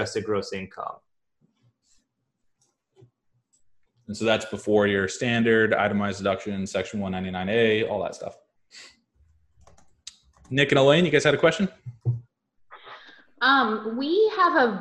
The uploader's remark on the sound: This recording is from a webinar we held for members of our email list and the Cash Flow Community.